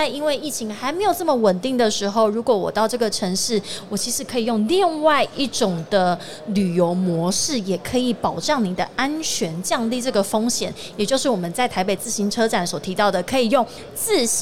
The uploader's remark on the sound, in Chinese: 2022 Taipei Cycle台北國際自行車展-Live Podcast